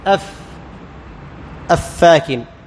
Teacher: فالفاء تخرج من طرف الثنايا العليا مع باطن الشفه السفلى. اف ما تقول اف، هذا خطا، اف ما تجعل ملامسه لظاهر الشفه، انما تجعل ملامسه ليش؟